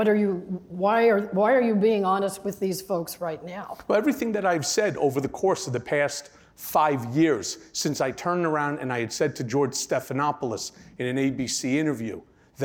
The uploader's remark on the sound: Took the stage at this year's Crosscut Ideas Festival. At the Crosscut Ideas Festival in Seattle.